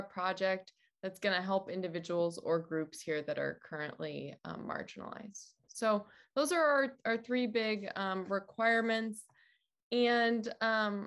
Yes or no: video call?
yes